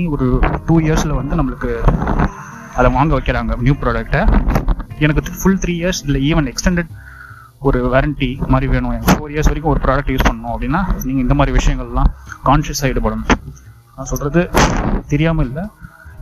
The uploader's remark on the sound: Sound recorded in a breezy road while walking and mixed through DOLBY software.